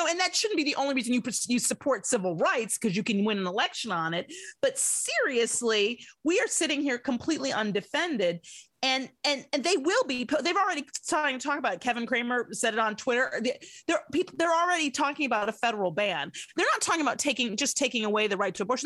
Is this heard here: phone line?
no